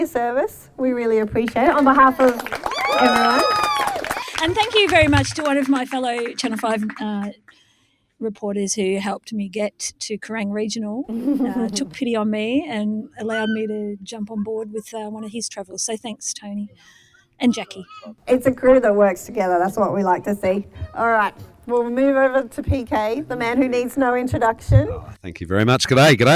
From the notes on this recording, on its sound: Adventure to South Australia for the third annual listener meet-up and have a rolicking good time recording live with friends old and new at Mount Barker parkrun.